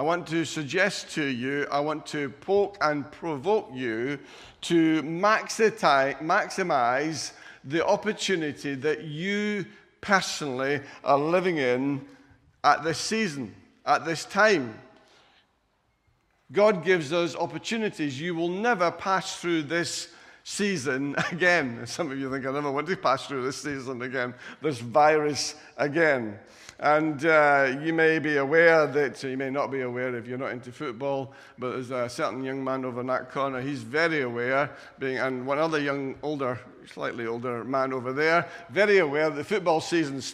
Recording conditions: large echoing room